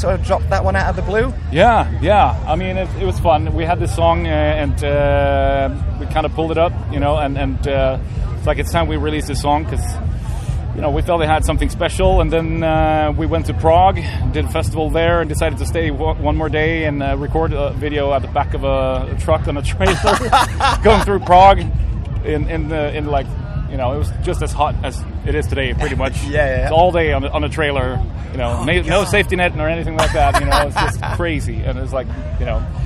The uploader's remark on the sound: TURS at Bloodstock 2022